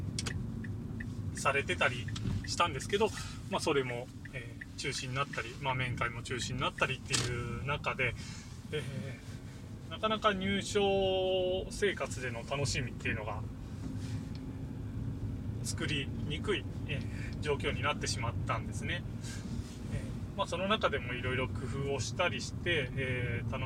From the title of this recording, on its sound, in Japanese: 車を運転しながらのつぶやき